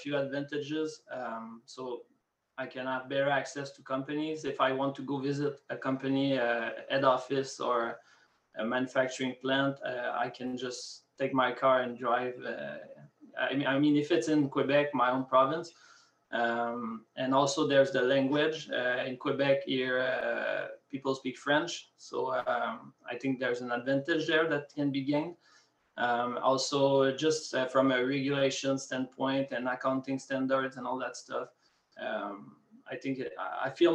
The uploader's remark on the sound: panel from this week’s SNN Network Canada Virtual Event